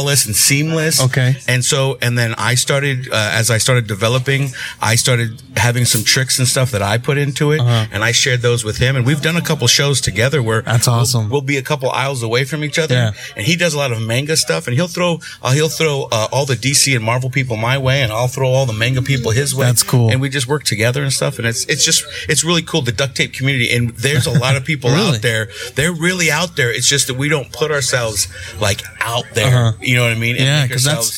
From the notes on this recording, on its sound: Live from Monster Comics Books for the Collectors Choice Comics Vampirella Variant Exclusive launch party.